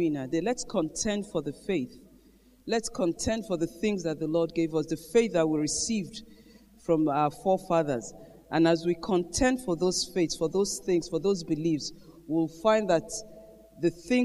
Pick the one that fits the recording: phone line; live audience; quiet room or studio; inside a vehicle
live audience